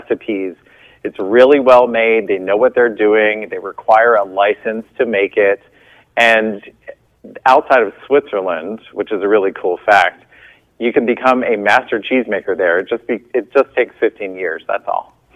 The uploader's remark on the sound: called